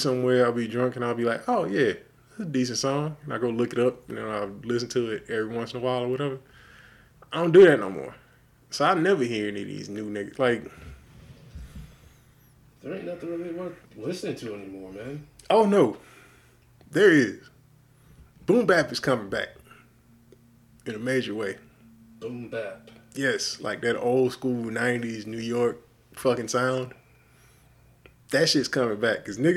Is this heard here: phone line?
no